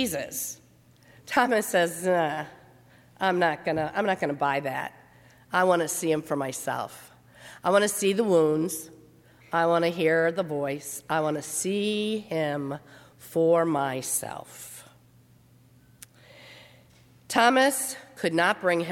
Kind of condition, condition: setting, large echoing room